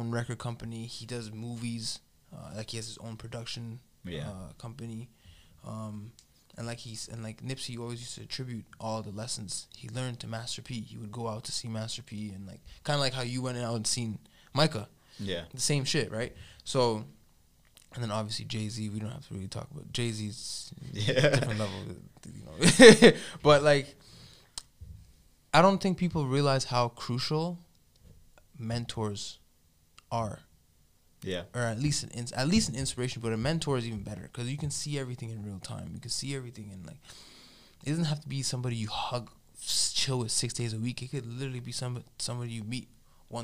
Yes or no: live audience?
no